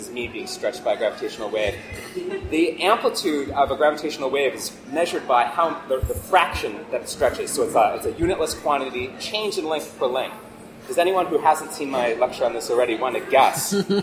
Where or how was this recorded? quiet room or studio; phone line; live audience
live audience